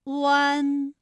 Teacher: 双唇同时有一个从合变开再变略展的动作，发出前鼻尾复合音读作弯